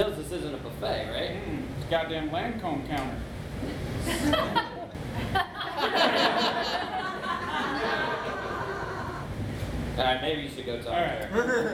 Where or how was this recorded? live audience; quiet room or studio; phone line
live audience